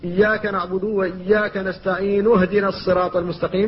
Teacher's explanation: فتنطق بالنون مضمومة وتسكن الهاء بعدها من غير همزة أصلا · Term: همزة وصل